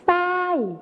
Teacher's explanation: ส่วนในภาษาไทยถิ่นอีสานนะครับก็จะใช้ซอโซ่นั่นเองครับ